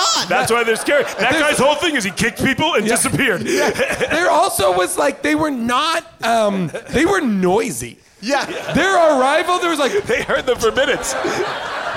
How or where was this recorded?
live audience